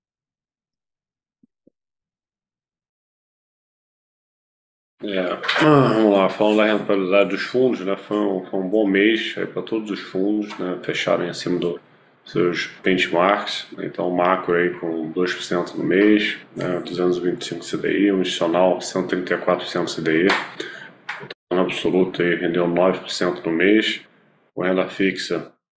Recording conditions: video call